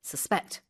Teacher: The stress is on the second syllable, suspect.